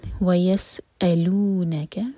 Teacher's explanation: سین پر whistling sound, حمزہ پر cut off sound. وَيَسْأَلُونَكَ، نہ پر زور.